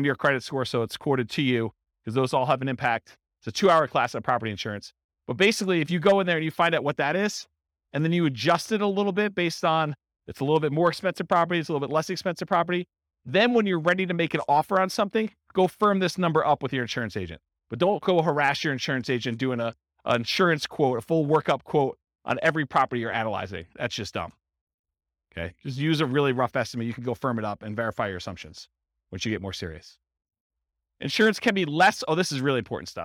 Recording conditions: live audience